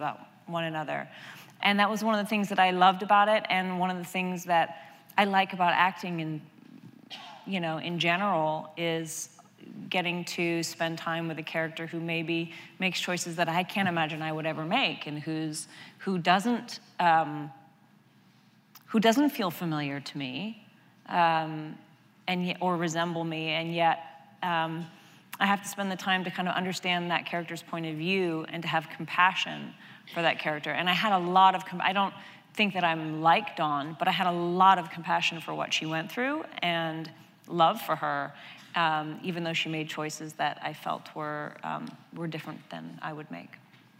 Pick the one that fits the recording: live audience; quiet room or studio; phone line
live audience